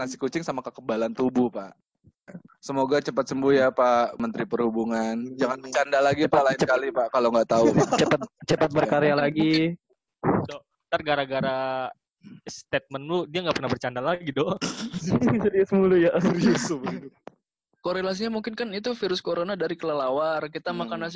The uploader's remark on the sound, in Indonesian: Menggunakan aplikasi Zoom kami coba-coba taping podcast dari rumah. Audio hasil recording by zoom, agak kresek-kresek harap maklum, gunakan earphone untuk kualitas maksimum.